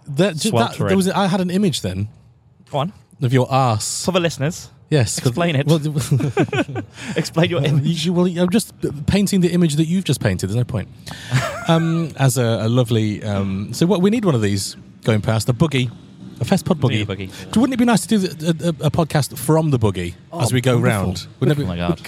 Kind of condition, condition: setting, busy venue